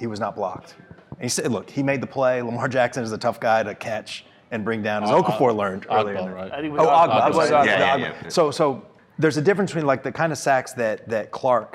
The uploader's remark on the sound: This episode was originally recorded as a Facebook Live video at Big O Tires in Blue Springs.